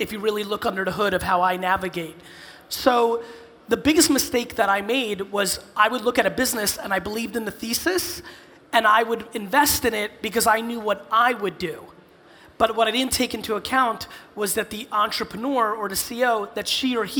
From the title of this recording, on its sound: A Keynote: Arctic15 In Helsinki, Finland